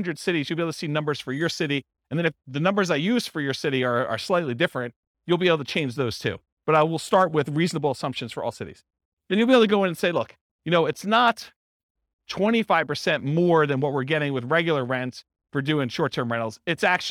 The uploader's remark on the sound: This was a live class recorded